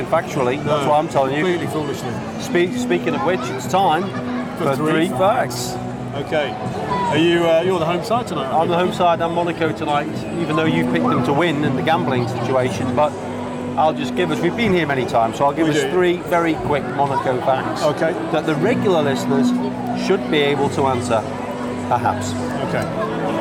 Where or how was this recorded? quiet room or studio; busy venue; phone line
busy venue